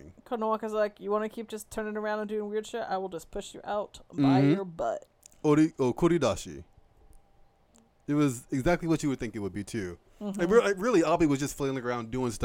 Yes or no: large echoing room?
no